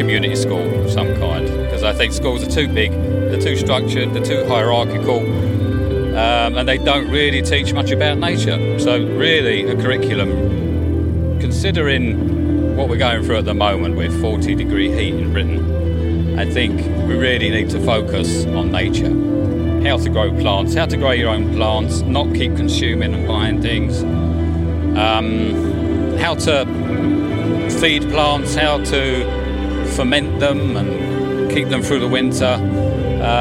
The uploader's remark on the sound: We return for a second episode at the Folk by the Oak Festival in Hertfordshire. More magic at the Folk by the Oak festival.